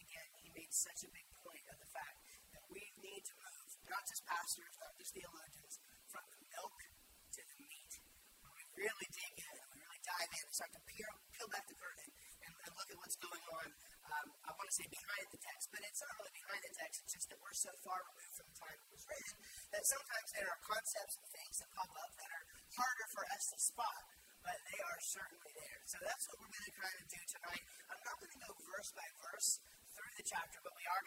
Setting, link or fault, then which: fault, poor sound quality